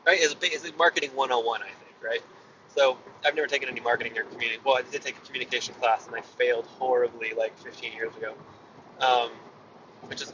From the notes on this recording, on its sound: Car Ramble. I ramble while driving.